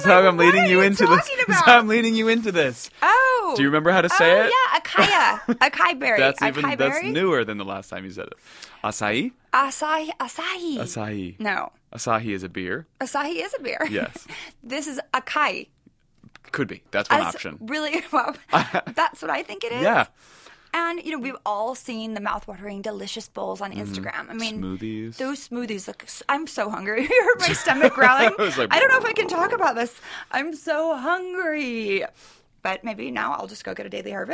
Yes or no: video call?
no